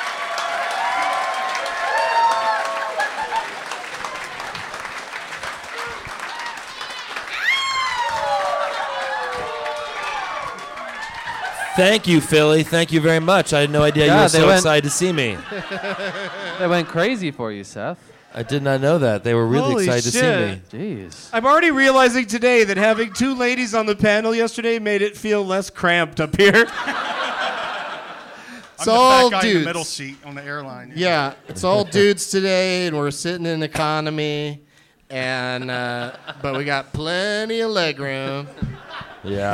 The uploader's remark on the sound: Live from Helium Comedy Club in Philadelphia